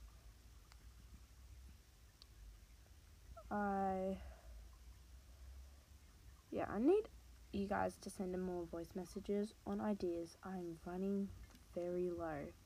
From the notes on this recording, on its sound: Sounds like i swear but i don't just glitchy.